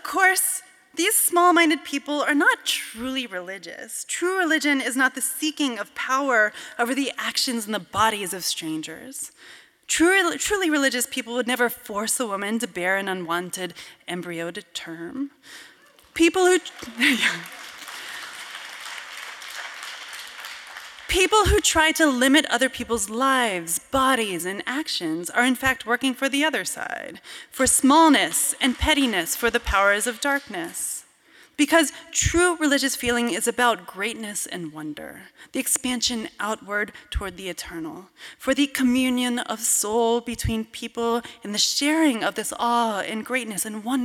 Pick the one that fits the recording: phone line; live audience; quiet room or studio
live audience